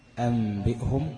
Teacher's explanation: إذا وقعت الباء بعد النون الساكنة أو التنوين يبقى حكمها حكم النون الساكنة يعني أو التنوين الإيه؟ الإقلاب، تقلب لميم ساكنة مخفاة بغنة. ويكون مع النون في كلمة مثل أنبئهم، أنبئهم النون الساكنة وقع بعدها باء فيبقى حكمها الإقلاب.